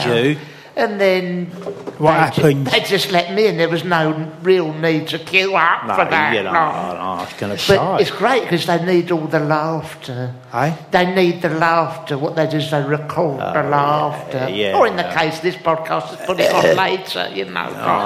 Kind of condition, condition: setting, live audience